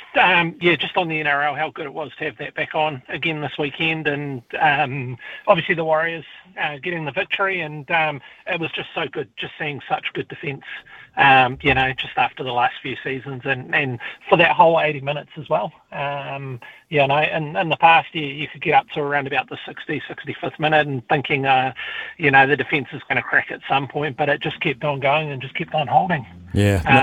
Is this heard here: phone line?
yes